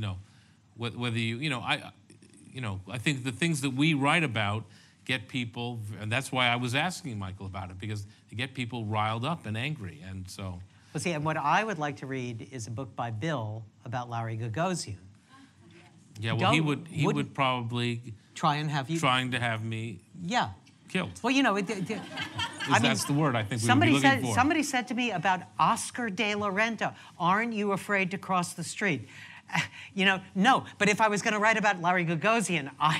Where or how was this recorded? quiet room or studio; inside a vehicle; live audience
live audience